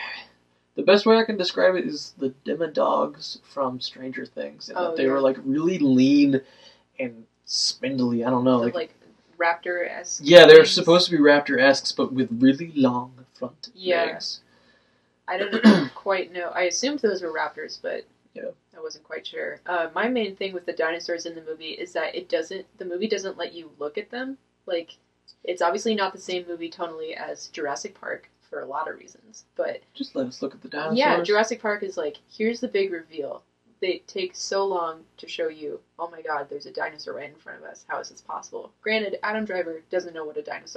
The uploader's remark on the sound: the audio in this one isn't great